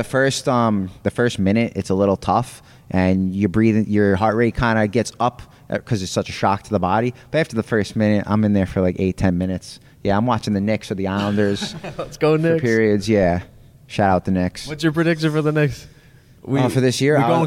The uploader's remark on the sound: IN-GYM